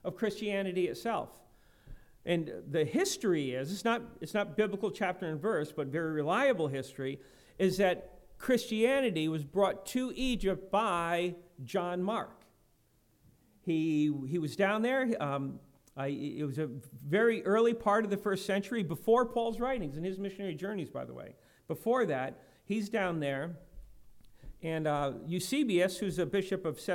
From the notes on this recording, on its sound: preached at Lighthouse Baptist Church in Schenectady, New York